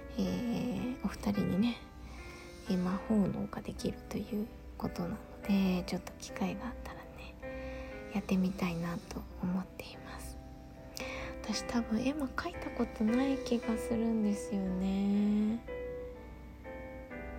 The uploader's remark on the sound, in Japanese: 最後の最後に雑音が…